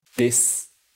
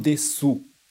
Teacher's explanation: Eu não falei o u. Eu parei no s · Shown in: first take · né? Como se fosse um des sem u.